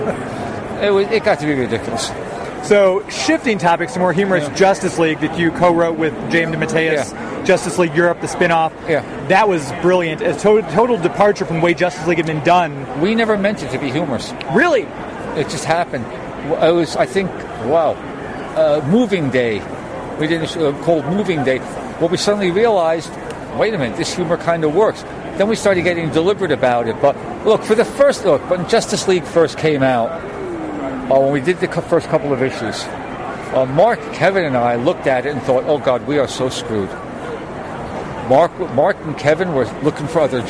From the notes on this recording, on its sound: LIVE from Planet Comicon 2019!